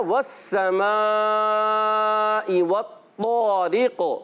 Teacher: तो को आपने मोटा करना है काफ को भी मोटा रखना है और कलकला भी करना है